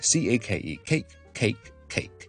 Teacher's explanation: 佢兩個字嘅字尾咧都係一個 voiceless 嘅 consonant，一個聲帶唔振動嘅音